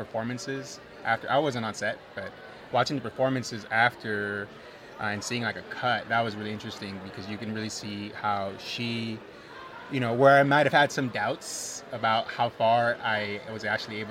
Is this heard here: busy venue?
yes